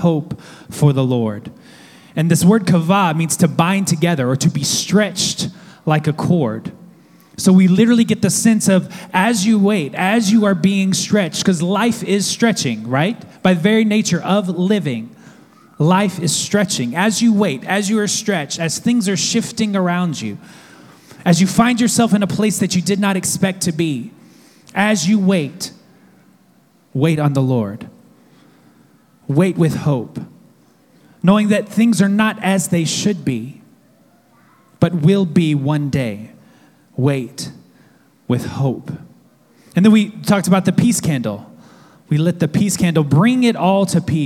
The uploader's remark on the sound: at our Downtown Manhattan Community on Sunday, December 22nd